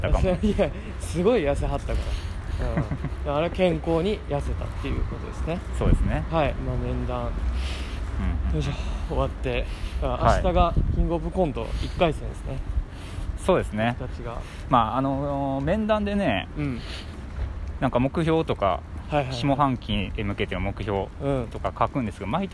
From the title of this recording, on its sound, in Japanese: 安全第一お散歩収録